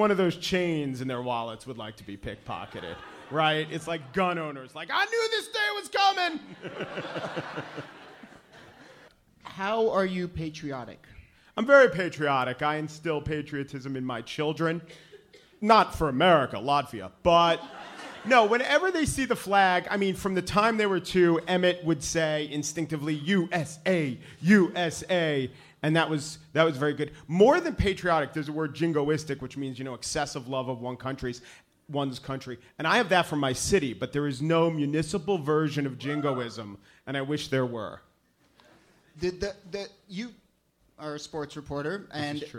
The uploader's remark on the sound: Ask Roulette is a conversation series in which strangers ask each other questions on stage. From our March show at Housing Works Bookstore in New York City.